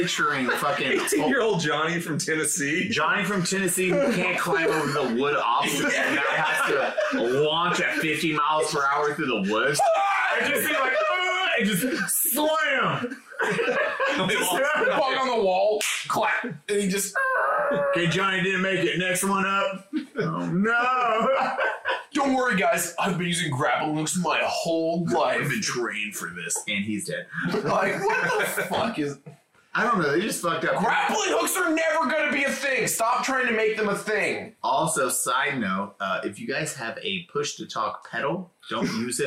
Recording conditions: poor sound quality